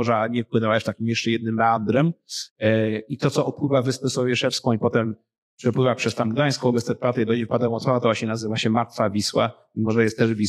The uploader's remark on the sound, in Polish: Literatura na żywo z Big Book Cafe MDM.